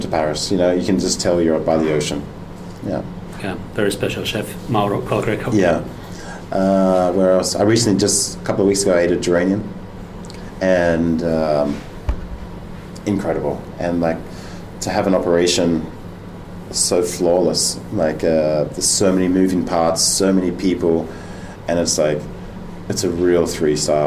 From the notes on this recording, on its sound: at his restaurant in the center of Copenhagen